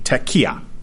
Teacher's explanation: tekiah, the emphasis on the second syllable